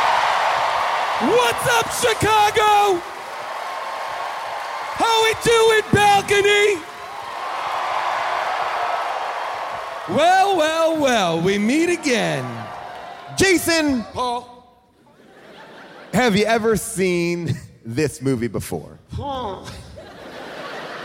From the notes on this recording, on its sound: Live from The Chicago Theater